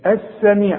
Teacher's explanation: بتتحول اللام الى ايه، الى سين